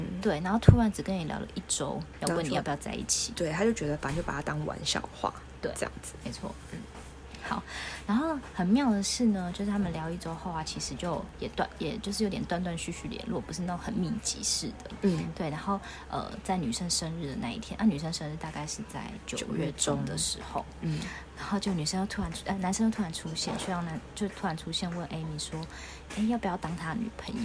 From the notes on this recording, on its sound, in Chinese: 這次一起見面錄音真的超級開心！有點抱歉可能背景有些雜音。